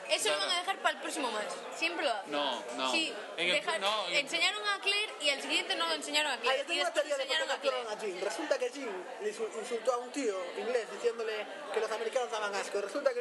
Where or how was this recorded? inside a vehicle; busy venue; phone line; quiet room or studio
busy venue